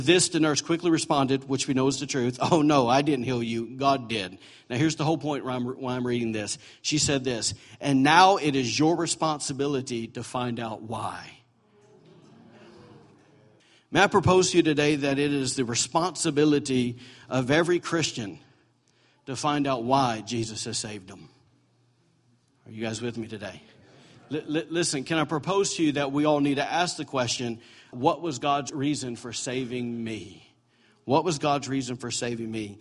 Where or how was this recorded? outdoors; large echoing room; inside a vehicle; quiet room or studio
large echoing room